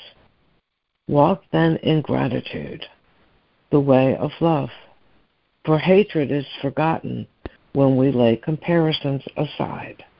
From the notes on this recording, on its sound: ACIM Daily Conference Call.